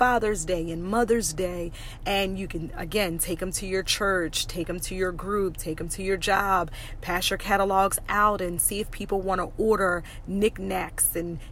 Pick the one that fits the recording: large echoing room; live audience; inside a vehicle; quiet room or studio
inside a vehicle